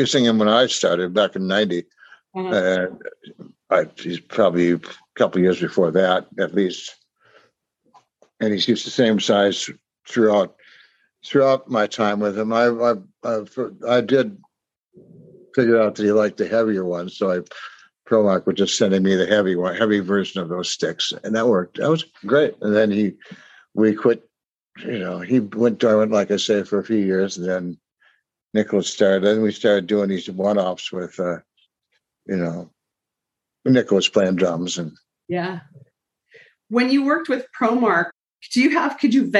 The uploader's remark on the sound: because I use Zoom to record